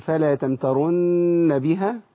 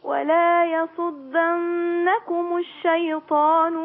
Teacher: ان النون المشدده والميم المشدده اذا اتت في اخر الكلمه ووقفنا على هذه الكلمه يبقى الغنه معانا مستمره كاننا بنوصل بالضبط